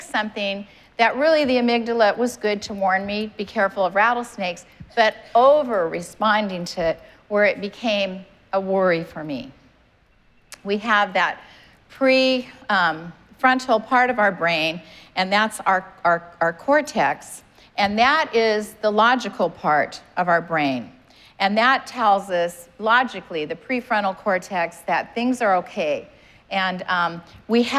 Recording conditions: live audience